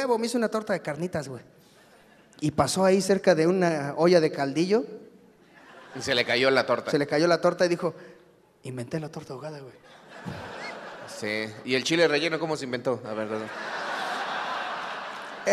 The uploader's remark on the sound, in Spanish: En vivo desde Guadalajara. Ante un gran público tapatío hablamos cosas que empiezan con gua.